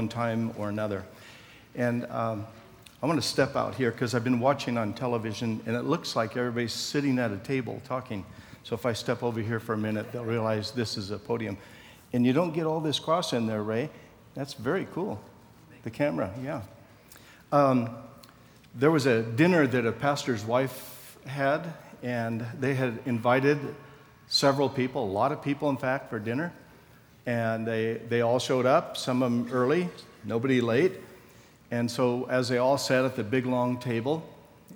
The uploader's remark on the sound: Session 3 from the 2014 Southwest Men's Conference, Empowrd.